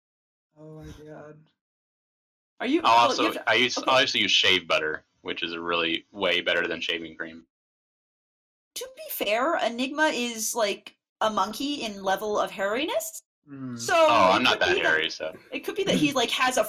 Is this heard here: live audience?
no